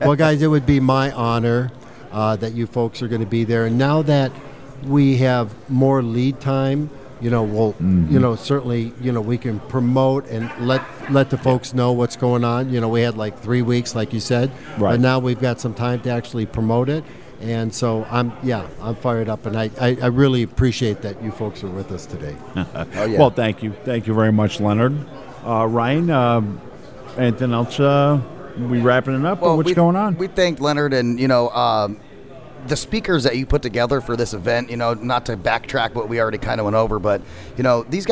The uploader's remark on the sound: Join the VoiceAmerica Live events Crew as we Broadcast Live in Ft. Lauderdale Florida from the floor of the Pitbull conference.